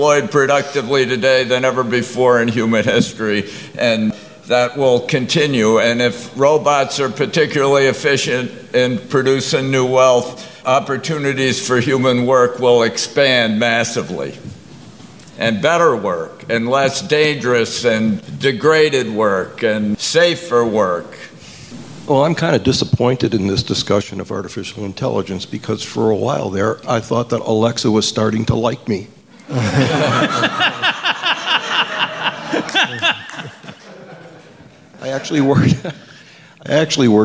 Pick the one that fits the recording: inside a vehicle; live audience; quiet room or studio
live audience